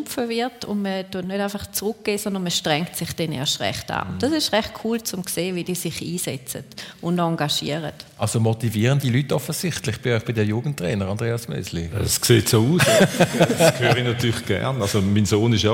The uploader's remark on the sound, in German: Juni 2023 live aus dem Casinotheater Winterthur.